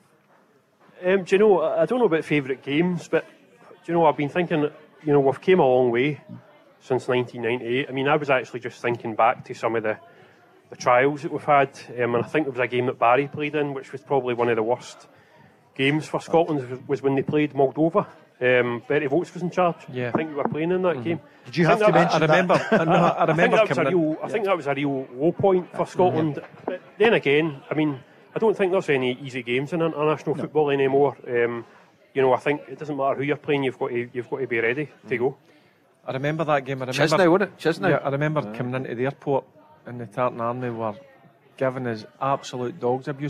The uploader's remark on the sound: Live from The Radisson Red in Glasgow on The Go Radio Football Show.